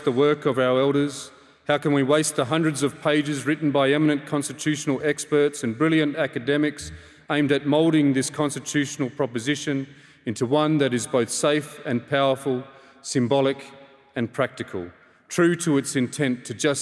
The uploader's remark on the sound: Six Australian cultural icons took to the stage at Melbourne Town Hall for an intimate evening of storytelling. This event was recorded on Wednesday 4 October 2023 at Melbourne Town Hall.